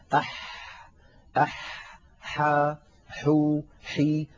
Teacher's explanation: حرف الحاء يا إخوة حرف عربي يخرج من وسط الحلق كما نعلم، والحاء فيها جريان للنفس وجريان للصوت. أح أح حا حو حي، لا بد من بيان هذه الصفات.